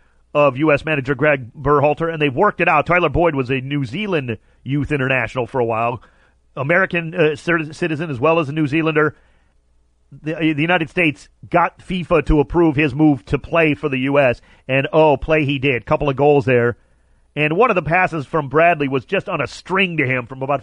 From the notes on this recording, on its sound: called in to chat